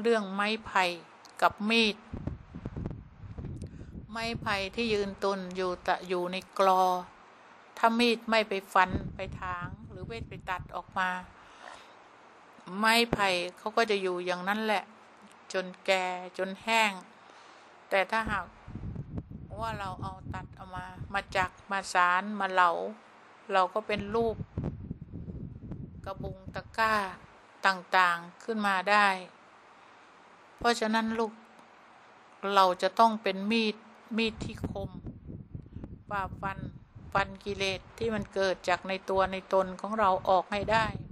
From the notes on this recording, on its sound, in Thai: เสียงอัดธรรมมะจากเครื่องบันทึกเสียงของคุณแม่